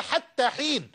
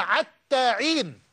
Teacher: لا تستطيع بعض القبائل أن تنطق حرف الحاء إلا عينا · Shown in: second take · فهم يقولون حتى حين، لا يستطيعون قراءتها حتى حين، وإنما يقرؤونها حتى عين، وهكذا.